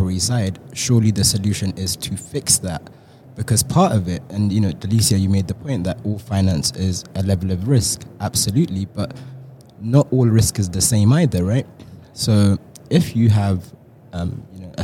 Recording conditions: busy venue